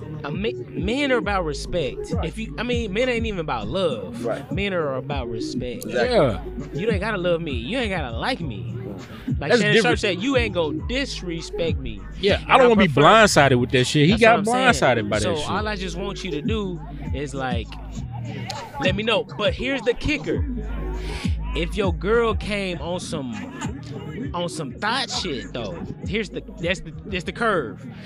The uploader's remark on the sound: On this episode we recorded the podcast at the Texas State University Homecoming tailgate.